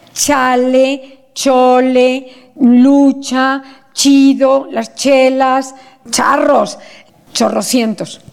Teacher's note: luego dejo salir el aire, o sea, oclusión más fricción, eso es una fricada.